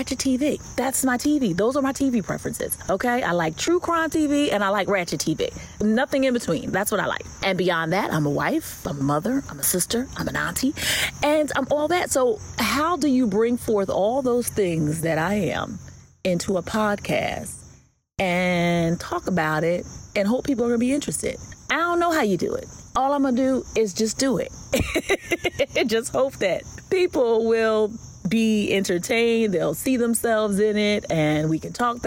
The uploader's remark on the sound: Here I am...getting started, spontaneously, while sitting in my mother's backyard, after my morning devotional, with birds chirping, and only the voice memo on my phone to record.